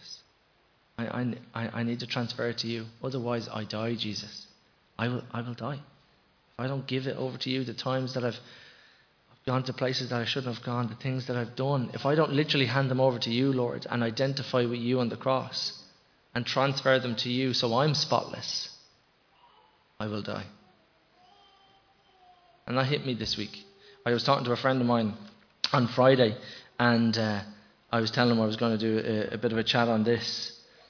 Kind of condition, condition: setting, large echoing room